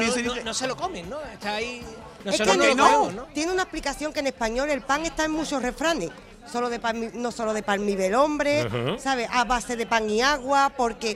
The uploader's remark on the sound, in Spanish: Programa en directo desde el patio de la Diputación de Sevilla